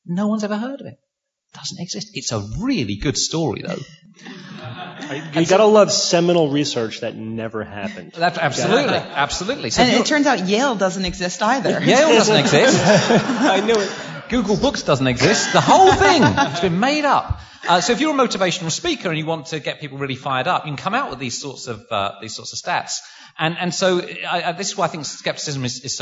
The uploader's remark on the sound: Live from NECSS. Live QA.